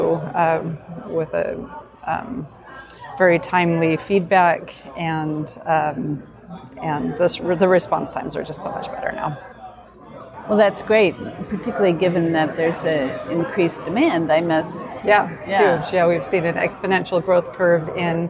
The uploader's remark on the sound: In this special bonus episode recorded at the PhiusCon 2023